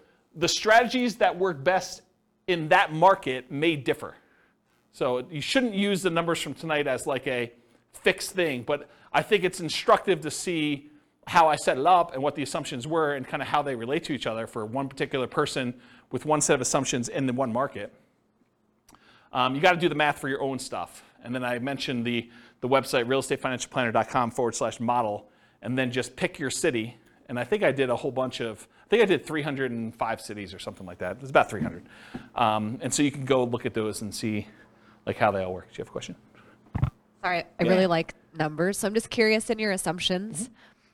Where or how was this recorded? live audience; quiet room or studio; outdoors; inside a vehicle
live audience